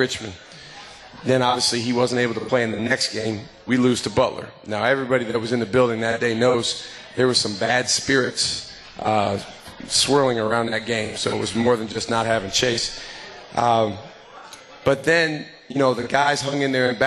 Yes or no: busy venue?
yes